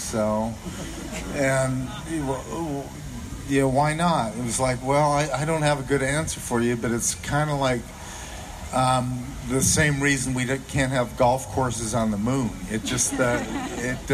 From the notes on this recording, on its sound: Jurassic Park 25th Anniversary Celebration at Universal Studios! We'll bring you audio from the panels and many people in attendance.